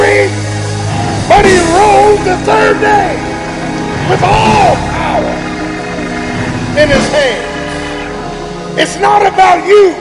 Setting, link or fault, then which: setting, large echoing room